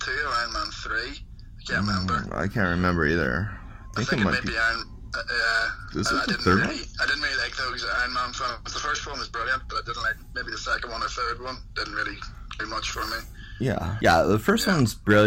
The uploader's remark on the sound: via phone